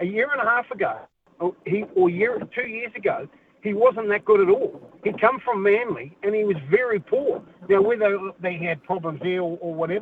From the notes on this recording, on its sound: opens up the phone lines to see what listeners think